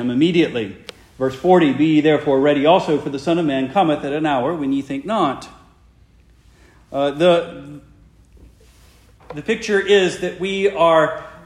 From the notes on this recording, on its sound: Preached the morning of July 16, 2023, for the Heidelberg Presbyterian Church in Heidelberg, Mississippi.